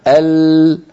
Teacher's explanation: فبعض الصوت ينحرف يمنة وبعضه ينحرف يسرة، ثم يتابع طريقه من الطرفين هكذا إلى خارج الفم · Term: اللام